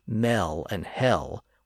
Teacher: some people wrongly pronounce those words as mel and hell, with a slightly different vowel sound, more of a short E sound